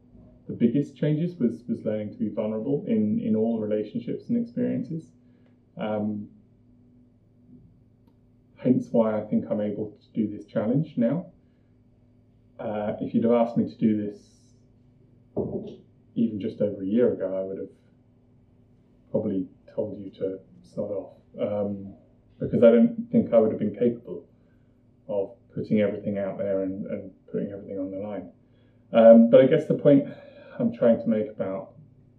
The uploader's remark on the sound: I apologise for the audio, it was recorded before I knew how to manage proper audio.